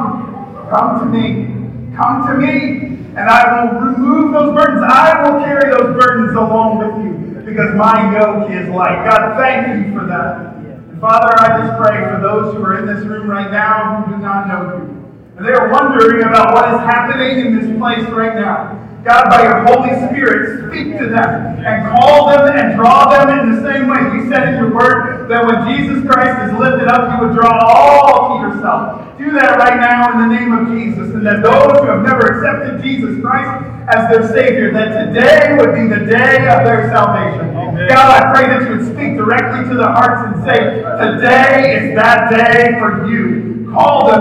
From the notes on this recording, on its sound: This is raw audio from a service today. Unedited. I wasn't planning to record it.